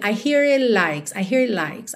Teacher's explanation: o T do it, você não ouve.